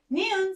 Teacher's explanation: 니은 sounds N, and when you pronounce this, your tongue touches behind your front teeth